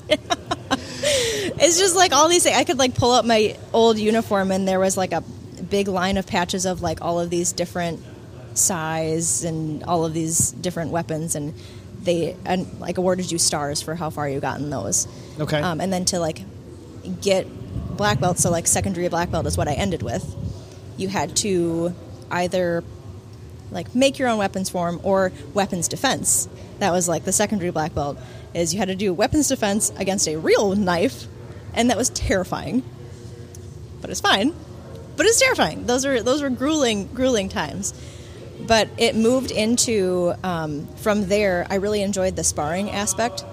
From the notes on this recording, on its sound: This is the the 5th episode recorded at Barber Motorsports Park.